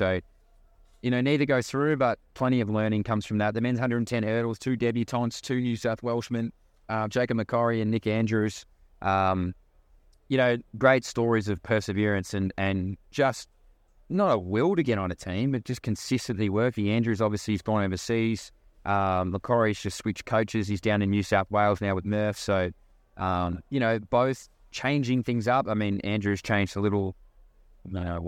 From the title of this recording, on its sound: LIVE FROM THE WORLD CHAMPS